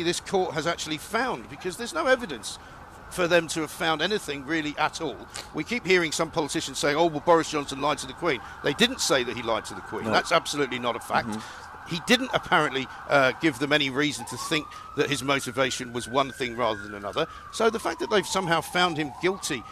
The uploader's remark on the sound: Parliament Resumes: Live from College Green.